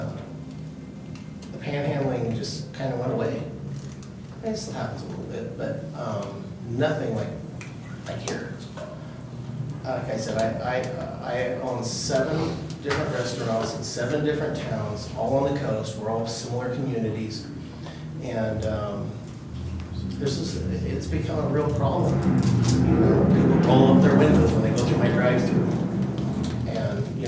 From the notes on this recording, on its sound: Live recording of Astoria City Council meeting, March 18, 2019, Astoria City Council chambers.